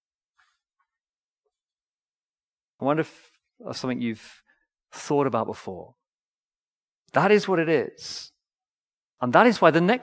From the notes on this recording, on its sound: Recorded Live stream Sermon from Binscombe Church (BWS) 19th November 2023